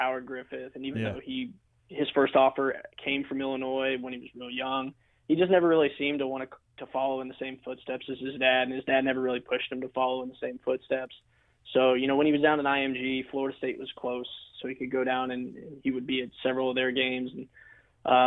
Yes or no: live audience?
no